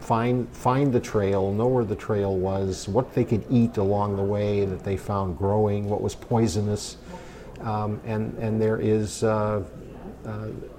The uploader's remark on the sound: This episode was recorded at GDC 17.